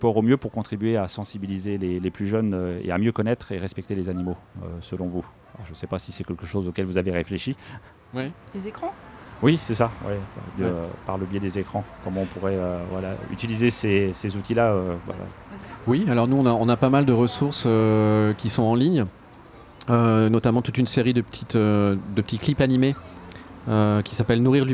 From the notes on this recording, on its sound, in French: Une table ronde enregistrée le 17 juin dernier lors de la Vegan Place de Tours. Lors de la dernière Vegan Place de Tours.